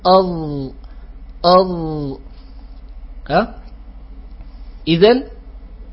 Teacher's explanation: كلنا ننطق أض أض، إذن التعريف شامل، إذن وإنما هي محاذات شديدة، ولا يلتصق جزء من اللسان بالحنك الأعلى، لذلك كانت الظاء أضعف الحروف إطباقا